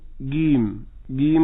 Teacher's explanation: وكلمة الجحيم فيها حرف الجيم، وتكلمنا عنه كثيرا، قلنا الجيم من أكثر الحروف تغيرا على مر العصور، والآن عندنا أكثر من نطق منتشر على ألسنة الناس، فمن الناس من يقوله جيم، جيم قاهرية، والجيم القاهرية تخرج من أقصى اللسان ما بين القاف والكاف